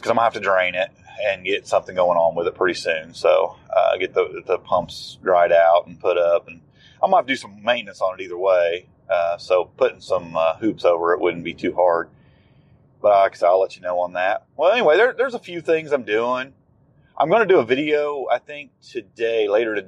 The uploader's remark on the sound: Just Chewin’ The Fat While Driving.